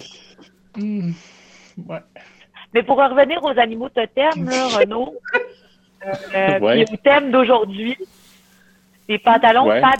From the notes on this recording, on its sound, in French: Enregistré sur appel vocal Facebook